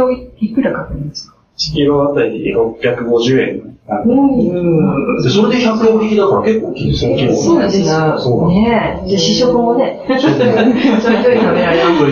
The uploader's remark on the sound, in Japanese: 録音機器の不具合によりお聞き苦しい音声になっております事、 お詫び申し上げます。松戸市役所がお送りする「やさシティ チャンネル」。